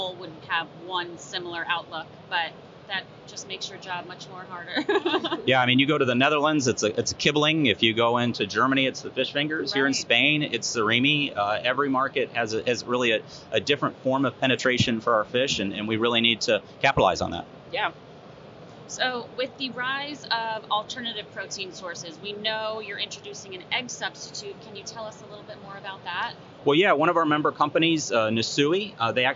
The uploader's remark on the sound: Live From Seafood Expo Global